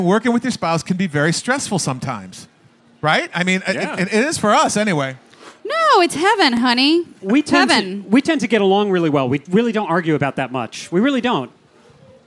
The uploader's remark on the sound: Broadcast LIVE from the 2014 Food and Wine Festival Palm Desert. Broadcast LIVE from the 2014 Food and Wine Festival Palm Desert.